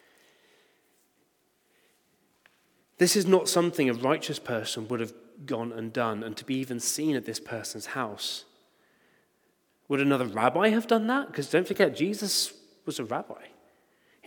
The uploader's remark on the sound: Recording from Immanuelskyrkan Skövde.